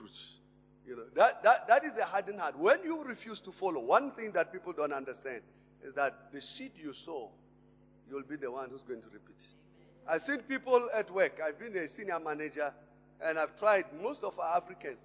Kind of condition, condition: setting, large echoing room